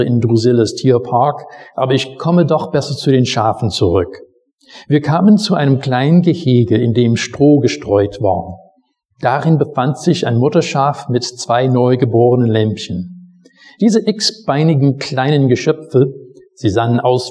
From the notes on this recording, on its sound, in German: Predigt aus dem Gottesdienst.